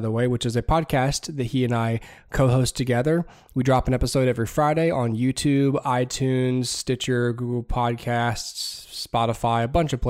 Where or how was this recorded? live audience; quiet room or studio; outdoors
quiet room or studio